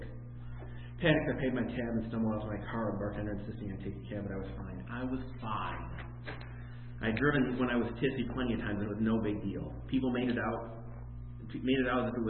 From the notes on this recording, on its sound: In which I read my holiday themed horror short story A Good Man during a live event.